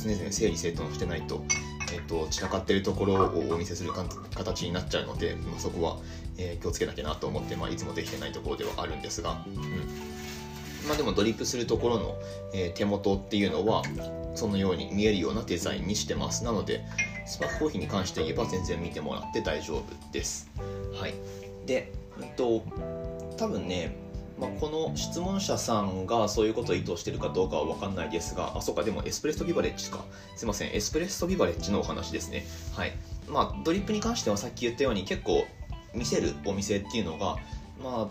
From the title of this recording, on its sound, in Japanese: 雑音注意